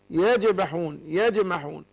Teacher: الجيم غير الشين ما فيهاش تفشي